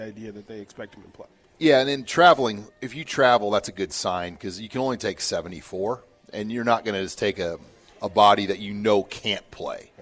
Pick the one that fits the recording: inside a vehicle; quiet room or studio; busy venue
busy venue